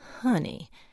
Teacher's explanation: to get it right, you had to let the first syllable hang a bit